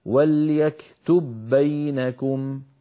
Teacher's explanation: لاحظوا بأن الباء الأولى أدغمت في الثانية يعني دخلت فيها، فأطبقنا الشفتين على باء ساكنة غير مقلقلة وباعدناهما عن باء مفتوحة. والأصل في الإظهار أن نقول وليكتب بينكم، وهذا لا يفعله أحد من العرب أبدا.